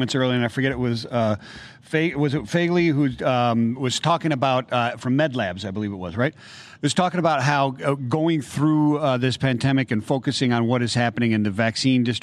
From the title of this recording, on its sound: LIVE from Health and Pharma Summit